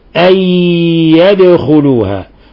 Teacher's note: عندنا نون ساكنة جاء بعدها حرف الياء ندغم من النون في الياء